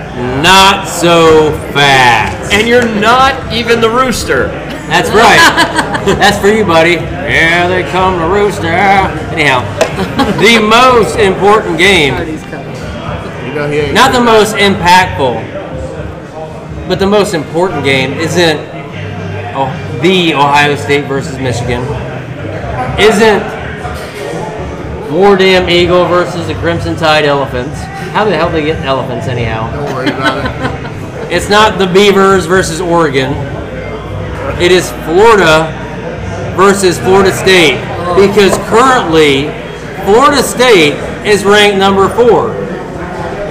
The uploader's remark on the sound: Neighborhood friends who get together weekly at the Neighborhood Watering hole MJ’s Grill in Columbia SC with some brews and a microphone.